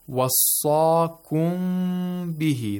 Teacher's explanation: The second meme has ikhfa.